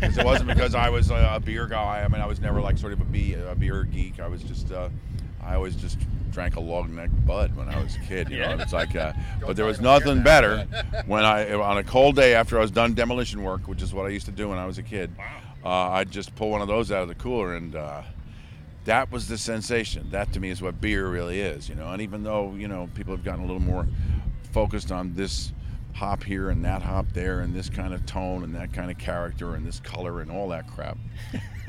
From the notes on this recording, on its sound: Live at AC Beerfest. AC Beerfest LIVE at Bader Field in Atlantic City NJ.